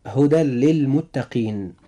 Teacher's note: هدى للمتقين، نجد أن في كلمة هدى تنتهي بتنوين في نهاية نطقنا لكلمة هدى، ونجد أن اللام في كلمة للمتقين جاءت بعد هذا التنوين، فإذا جاءت اللام بعد التنوين فيجب أن يحدث إدغام بغير غنة عند النطق